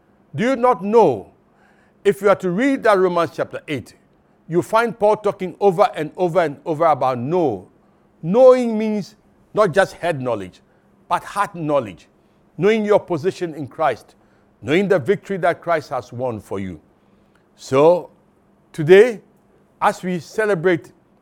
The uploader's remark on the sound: Sermon preached at CBC Shiashie Campus